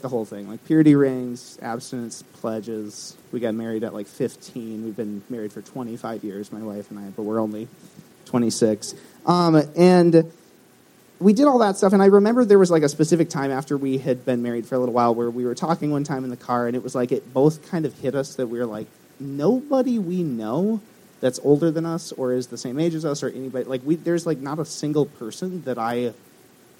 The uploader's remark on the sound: took place at Corner Coffee in Minneapolis, Minnesota on February 9th, 2020